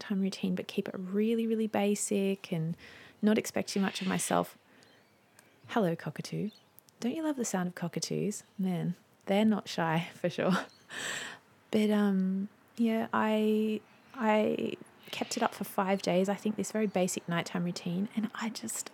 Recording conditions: sounds in the background